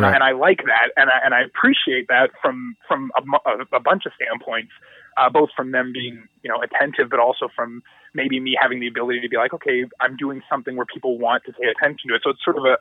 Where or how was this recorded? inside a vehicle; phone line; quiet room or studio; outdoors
phone line